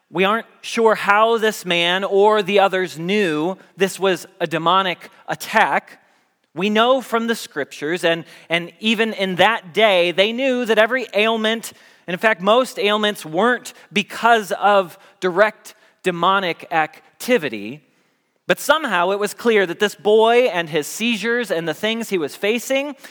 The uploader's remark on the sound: Message Preached at Valley Creek Church